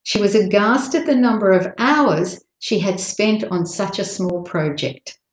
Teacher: after the word hours, there's a slight pause because that's the end of the first phrase. And then the she to project is the next phrase.